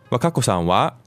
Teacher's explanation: But in this case, with a rising intonation, it becomes a question, where what you're asking is inferred by the context.